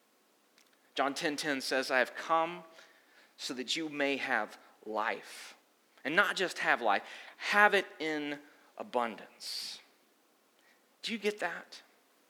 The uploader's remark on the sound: Sunday Gathering Audio From Restoration Church